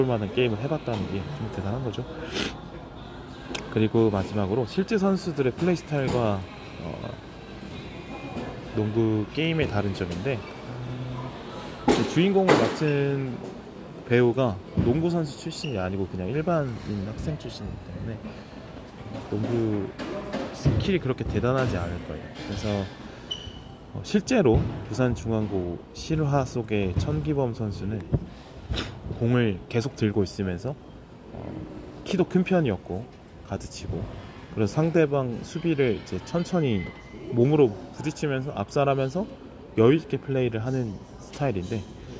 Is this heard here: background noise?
yes